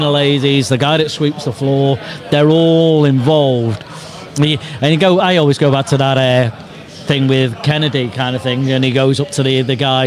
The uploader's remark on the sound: Podcast in a Pub. This is an experimental live stream Podcast, the Audio will be published as a Podcast afterwards.